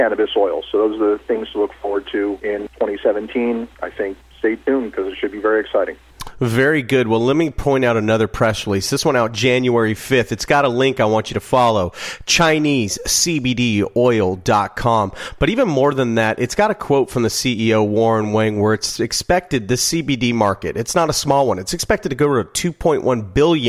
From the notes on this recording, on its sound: called in to SmallCapVoice.